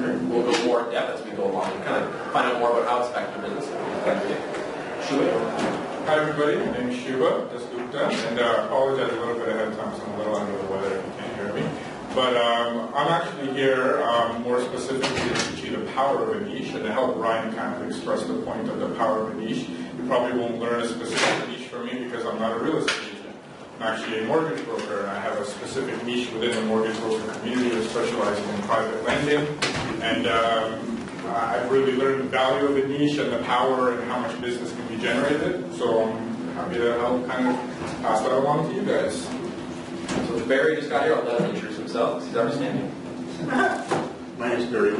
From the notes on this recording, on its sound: The Niche Agent hosts an amazing ReBarCamp event and we share the session with our listeners. They shared their insights and wisdom with the audience.